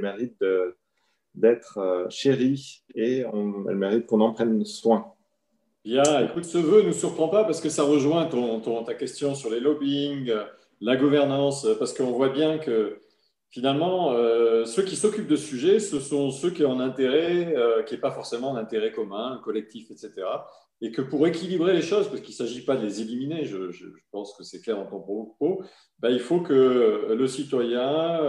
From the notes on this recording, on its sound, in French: En visio.